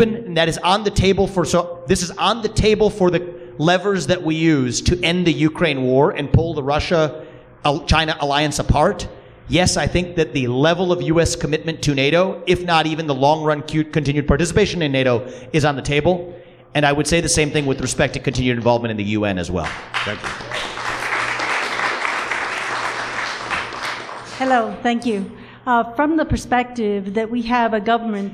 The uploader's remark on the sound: At this year’s annual Porcupine Freedom Festival in New Hampshire